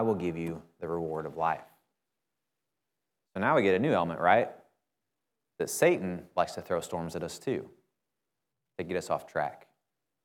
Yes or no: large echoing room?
yes